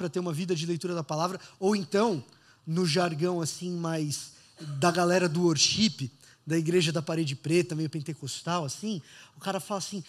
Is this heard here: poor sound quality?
no